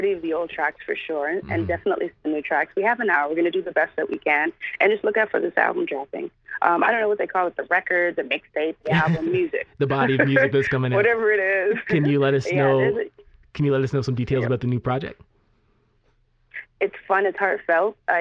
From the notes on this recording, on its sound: Called into our radio show.